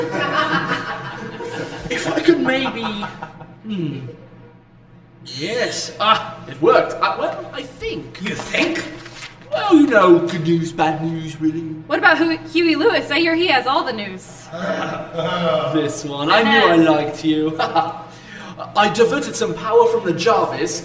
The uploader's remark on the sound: Originally Recorded Live at Packrat Comics